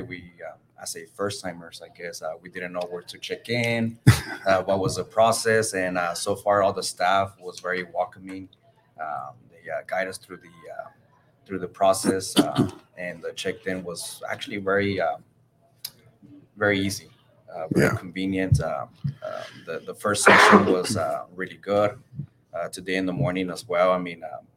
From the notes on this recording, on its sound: We're LIVE from beautiful Moody Gardens in Galveston, TX at the 2022 TASCO Texas High School Coaches Convention.